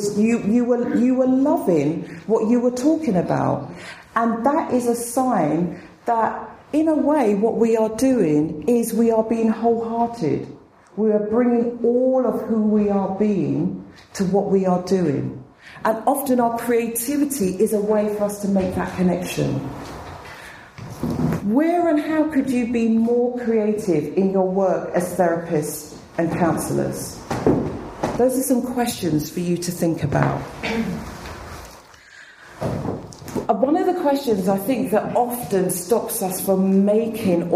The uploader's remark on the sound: spoke at the 2013 BAATN conference